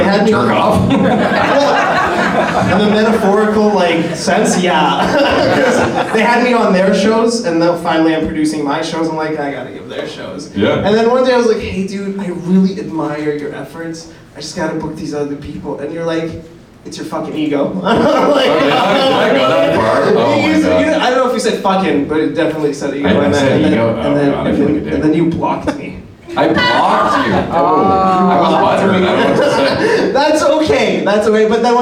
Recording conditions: live audience